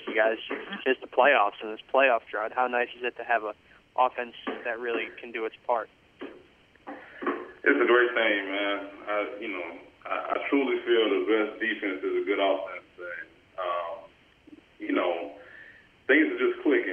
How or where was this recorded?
phone line